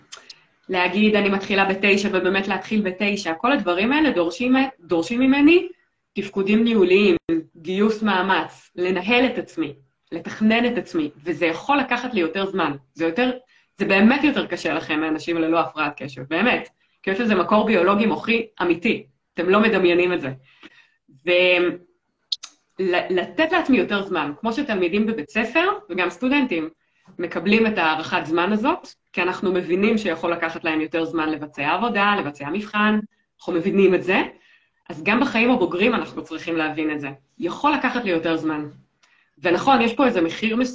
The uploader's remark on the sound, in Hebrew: הפרק הזה הוא בעצם לייב שהוקלט באינסטגרם.